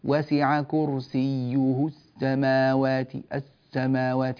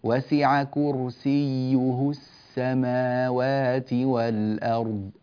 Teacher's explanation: في قوله تعالى وسع كرسيه السماوات، السين محبوسة بعض الشيء، لما تقول وسع كرسيه السماوات هكذا السين محبوسة وضعيفة بعض الشيء، نريدها أن تكون أكثر انطلاقا · Shown in: second take · Term: صوت السين